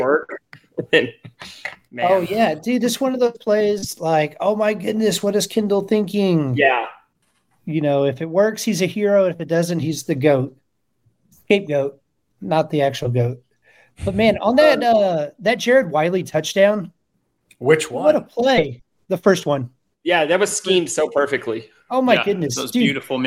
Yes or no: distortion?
no